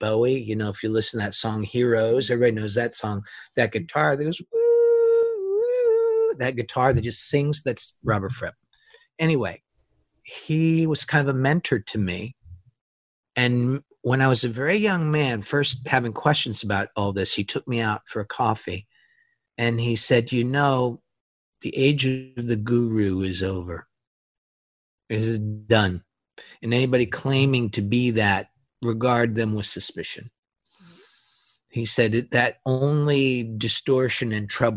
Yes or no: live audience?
no